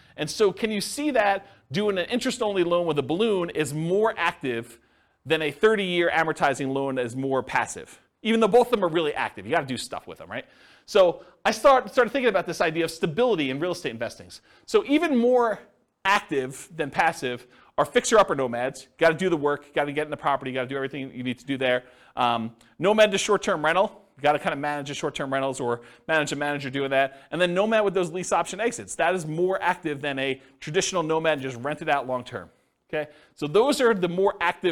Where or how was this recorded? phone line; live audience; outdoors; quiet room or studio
live audience